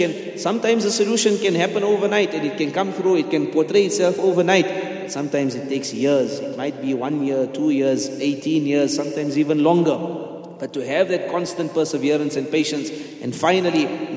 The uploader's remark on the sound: at the Houghton Masjid (West Street)